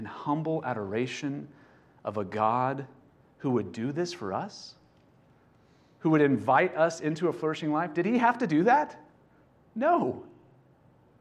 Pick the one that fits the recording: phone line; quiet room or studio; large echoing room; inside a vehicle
large echoing room